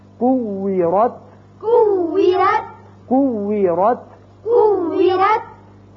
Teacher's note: کف پیش واو کو، کف پیش واو کو، واو زیر وی، واو زیر وی، کو وی، کو وی، را زبر تا رت، را زبر تا رت، کو وی رت، کو وی رت، کو وی رت، کو وی رت. ہونٹ گول رہے ہیں واو پر